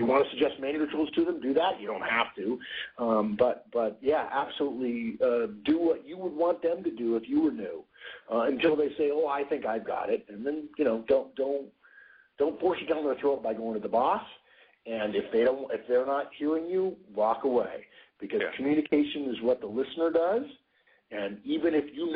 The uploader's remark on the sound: November 2010 Conference Call